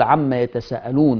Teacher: إعطاء السين حقها من جريان النفس اللي بيسموه الهمس